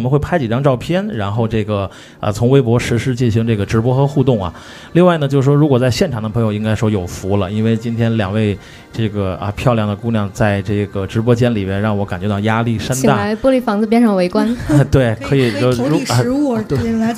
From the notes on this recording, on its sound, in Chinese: 在天津唐座酒吧第一次尝试现场直播的Live Show